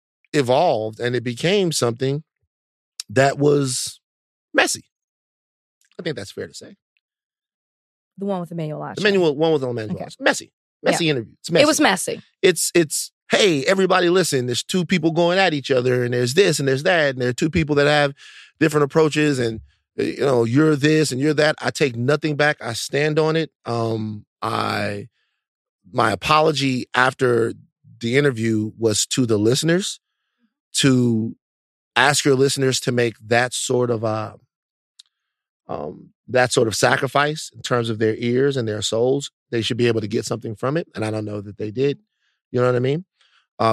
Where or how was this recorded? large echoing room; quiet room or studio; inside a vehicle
quiet room or studio